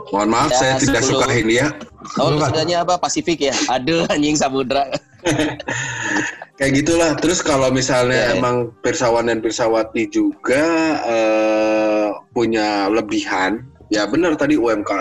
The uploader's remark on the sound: Jadi mohon maaf kalo audio di episode ini kurang oke. This episode recorded via Zoom.